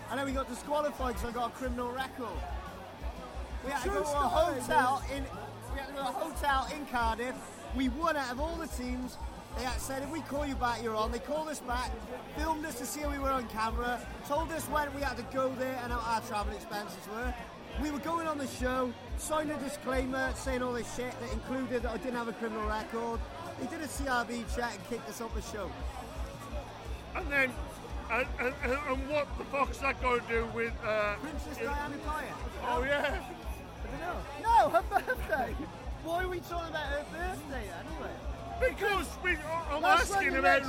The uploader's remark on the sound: a jam packed Rebellion in Manchester, a very drunk, bald, bearded fool is walking around with a voice recorder in his hand.